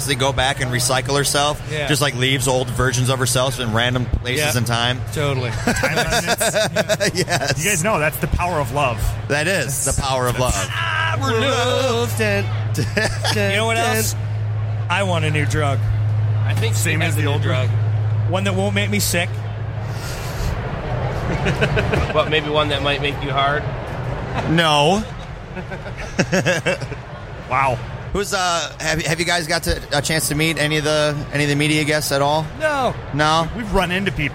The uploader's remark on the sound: Live From Motor City Comic Con